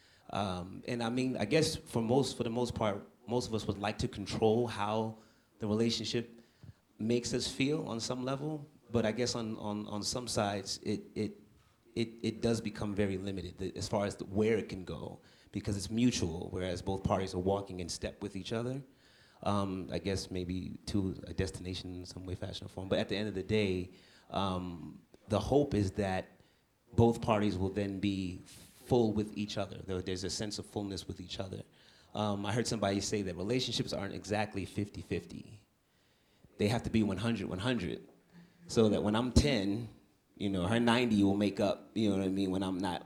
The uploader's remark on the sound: A lot of the audience chimed into this conversation and we were able to capture opposing views on open relationships. We were also able to share more of the live music performed on the night of the recording.